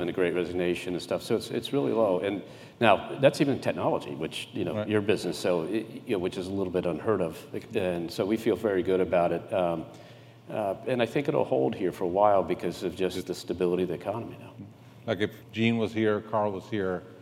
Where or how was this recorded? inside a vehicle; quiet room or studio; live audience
live audience